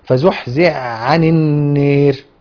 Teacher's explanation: أبو عمرو مثلا بيقرأ فزحزح بالإدغام، وطبعا بيميل كلمة النار الراء المكسورة المتطرفة بعد الألف، فيقرأ هكذا فزحزح عن النار، تمام؟ هذا الإدغام، إدغام الحاء الثانية في العين، بحيث يسران حرفا واحدا